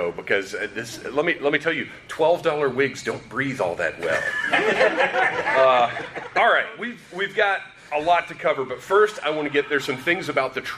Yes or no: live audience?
yes